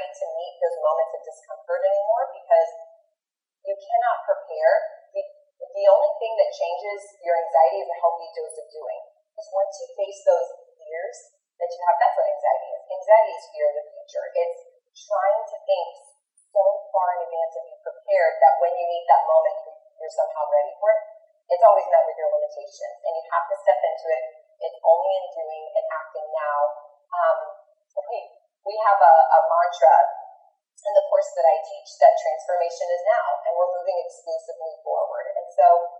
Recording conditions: poor sound quality